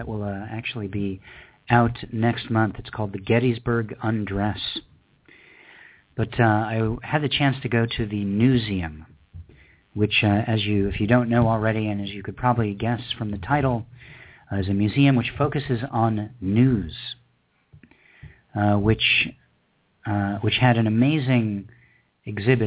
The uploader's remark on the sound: We played a number of spoken word tracks from poets all over the world. We also had live callers reading poems from Downtown, Los Angeles, Richmond, Indiana and Birmingham Alabama.